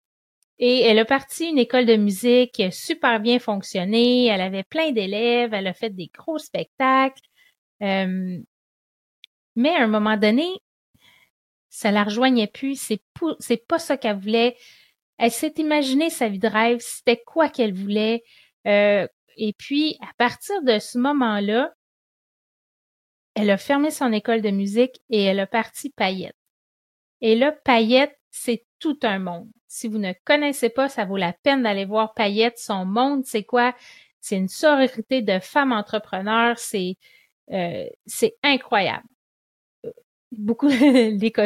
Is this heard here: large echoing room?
no